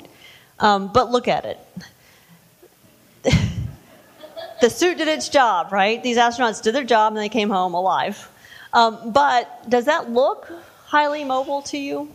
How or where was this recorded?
live audience